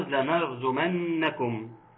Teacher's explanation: تحقيق فتح اللام والنون المشددة